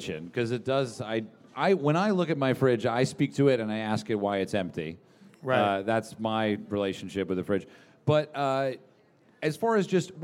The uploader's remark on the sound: LIVE from the Chase Sapphire Cardmember Club. Have a LIVE conversation about food, golf, passion and finding creative inspiration.